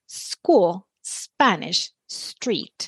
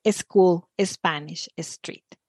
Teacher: if a word begins with an S followed by a consonant, like Spanish, something that gives us away a lot of times is adding the E sound at the beginning · Shown in: second take